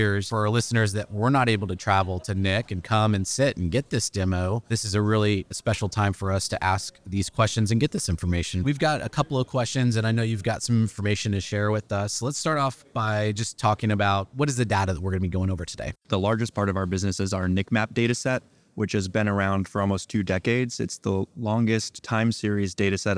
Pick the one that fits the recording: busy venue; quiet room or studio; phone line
busy venue